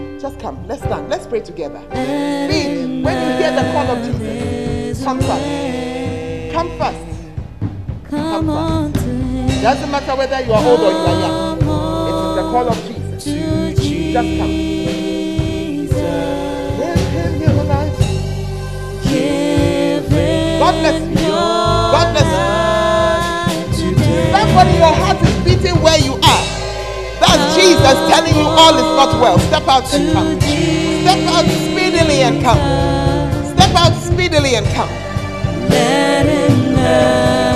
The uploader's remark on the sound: Preached at the Word Alive Service